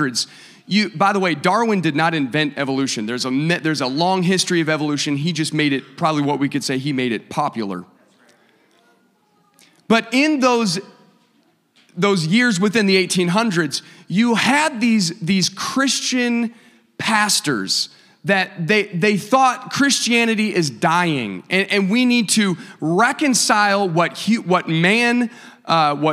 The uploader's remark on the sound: a service recording from Connect Point UPC